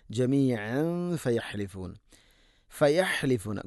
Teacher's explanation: തൻവീന് ശേഷം ഫ വന്നാൽ ഇഖ്ഫ ബിഗുന്ന അവ്യക്തമാക്കി മണിക്കണം